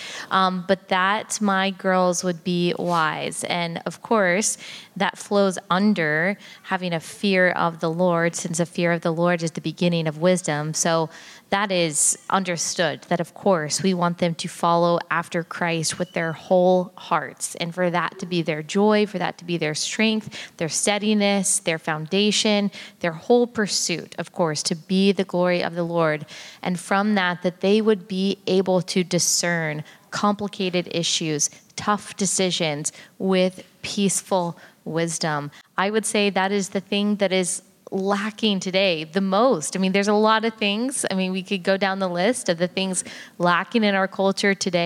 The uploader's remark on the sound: LIVE at the 2024 Founders Conference. A LIVE show that was filmed at the 2024 National Founders Conference.